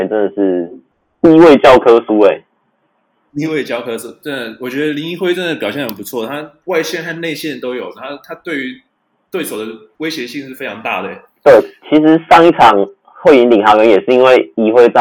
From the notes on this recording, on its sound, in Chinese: 本集為我們第一次錄製，錄音品質還沒有很好，請多多包涵。